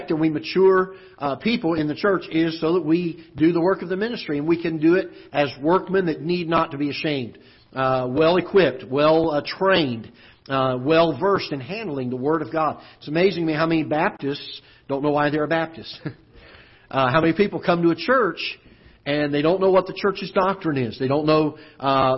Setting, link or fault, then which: setting, large echoing room